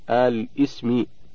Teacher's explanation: الأول إذا نظرنا إلى الأصل وهو البدء بهمزة الوصل في أل مع تحريك اللام بالكسر للتخلص من التقاء الساكنين